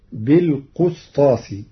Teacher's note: قرأ ورش كلمة بالقسطاس بضم القاف فتصير بالقسطاس، والكسر والضم لغتان عند العرب.